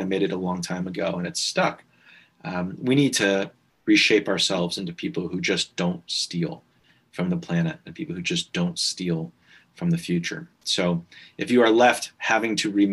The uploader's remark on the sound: This talk was recorded at the online 5x15 event on 5th Nov 2020.